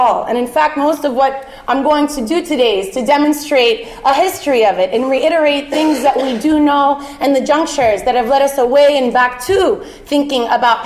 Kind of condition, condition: setting, live audience